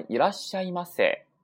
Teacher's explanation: 我们要把促音后面的这个假名儿，这个撒行假名儿的声母发音给带出来